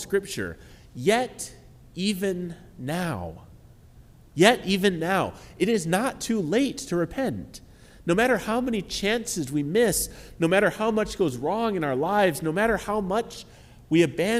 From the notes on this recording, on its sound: Here is the sermon from our ecumenical midweek Lenten service on March 22, 2023. This service was at Grand Avenue United Methodist Church in Port Washington.